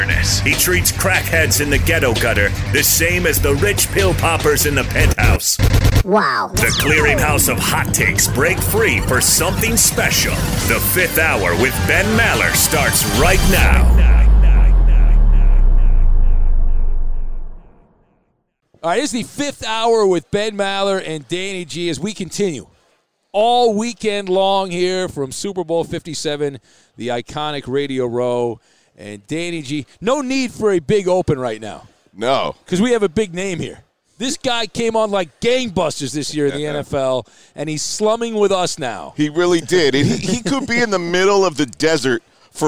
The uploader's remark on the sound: Live from Super Bowl Row